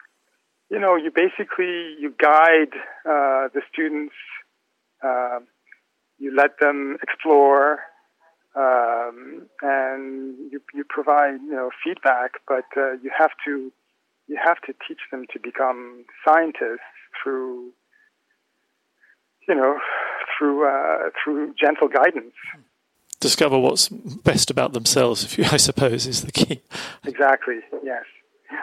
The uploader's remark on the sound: In this call recorded in the early morning, just after the news of his 2023 Nobel Prize in Chemistry had reached him.